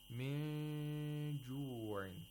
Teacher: You have to approximate the place of articulation of jim and at the same time make a nasal sound for two vowel counts · Term: ikhfa of nun sakina